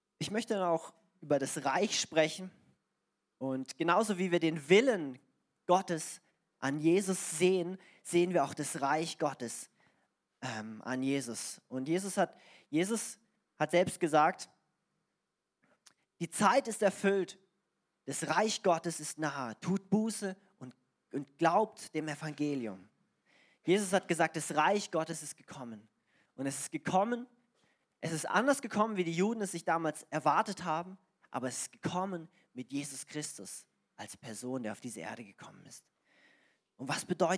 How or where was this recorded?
large echoing room